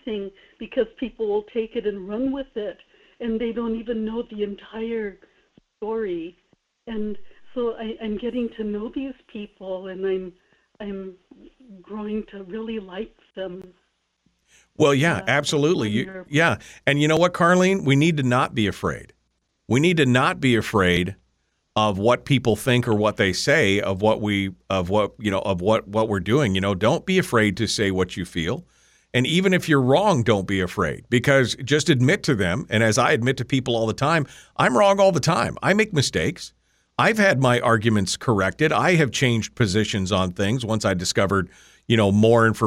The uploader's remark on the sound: Phone Calls